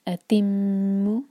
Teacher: میم پر غنہ کے دو سیکنڈس, اس کو جلدی نہ پڑھیں انشاءاللہ، دو دو سیکنڈس کا